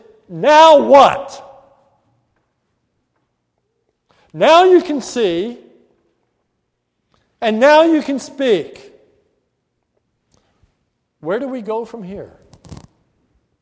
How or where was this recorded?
large echoing room